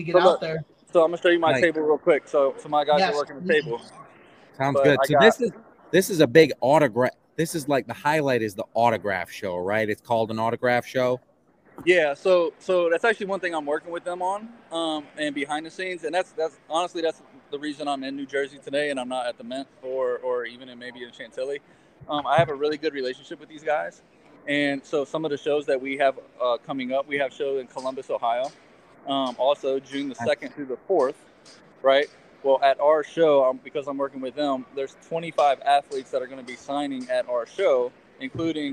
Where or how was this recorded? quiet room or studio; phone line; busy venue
busy venue